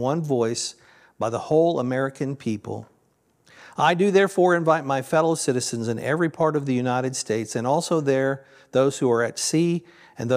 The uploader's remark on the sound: This sermon was originally recorded at Palestine Church of Christ on Nov 19th, 2023.